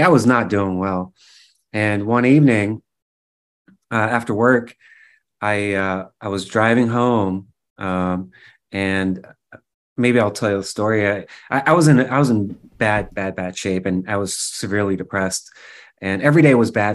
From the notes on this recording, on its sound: Food Forest Abundance Zoom Meeting